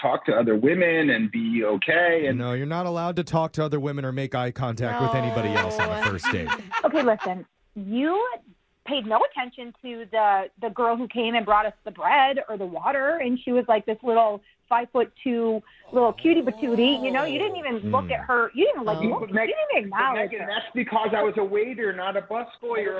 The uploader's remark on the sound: The guy on the phone today